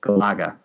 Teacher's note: The correct pronunciation emphasizes the second syllable